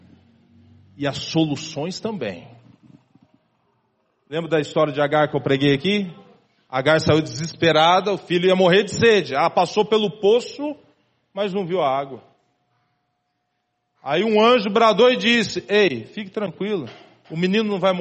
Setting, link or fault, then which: setting, large echoing room